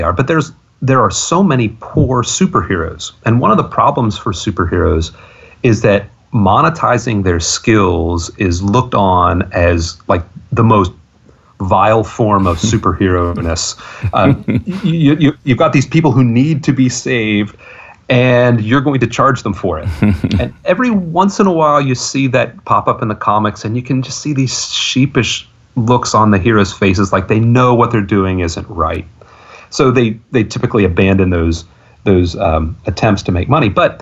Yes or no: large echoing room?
no